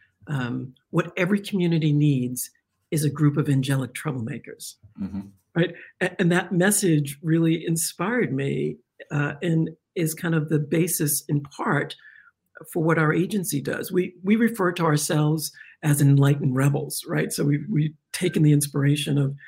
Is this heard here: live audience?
no